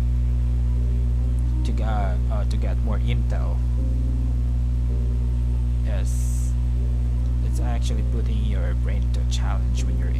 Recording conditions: sounds in the background